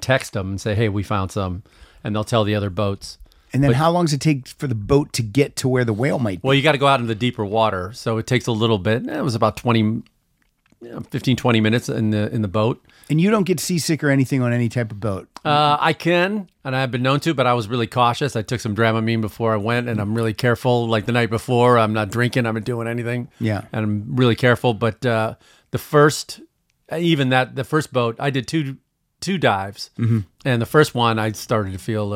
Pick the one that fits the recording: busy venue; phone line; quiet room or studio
quiet room or studio